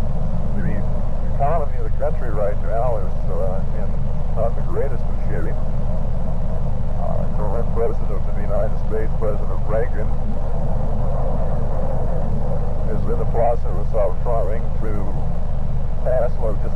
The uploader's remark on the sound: Driving into work. Audio quality is not good...